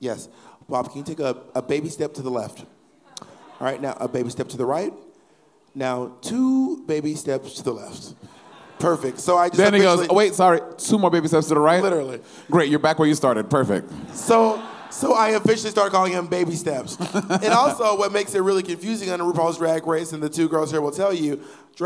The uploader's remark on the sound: This week the girls are LIVE at Sony Hall